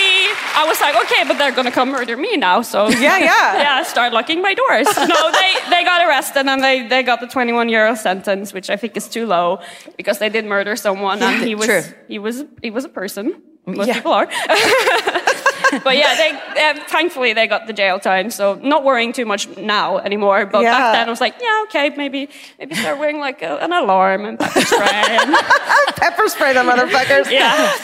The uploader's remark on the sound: Live at the Folketeatret in Oslo